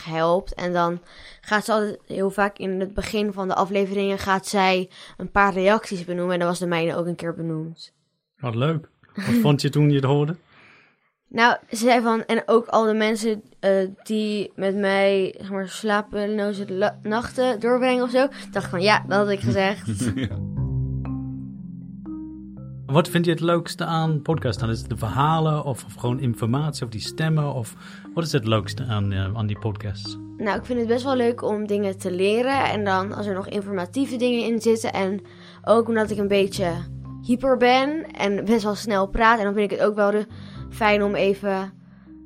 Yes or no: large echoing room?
no